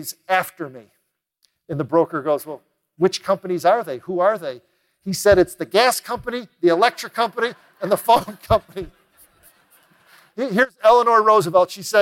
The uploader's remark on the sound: recorded live at The Peak Experience